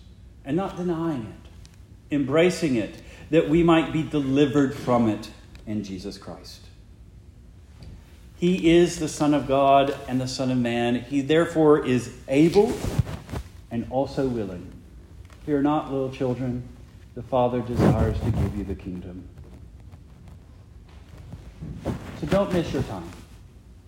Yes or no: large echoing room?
yes